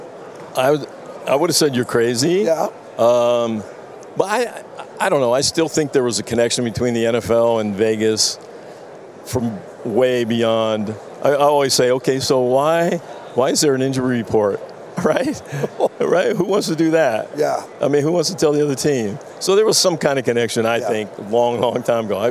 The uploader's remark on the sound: LIVE FROM RADIO ROW